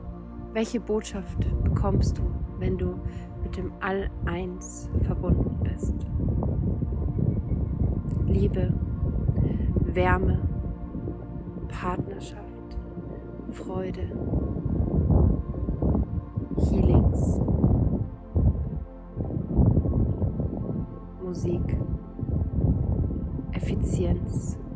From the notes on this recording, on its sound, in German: Dieser Powertalk wurde mitten in der Natur in einem magischen aufgenommen und deshalb hörst du den Wind, die Vögel und Naturgeräusche im Hintergrund.